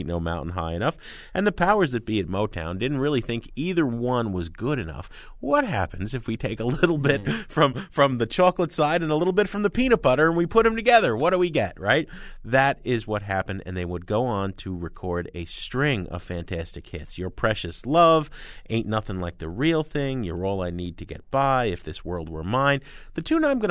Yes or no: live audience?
no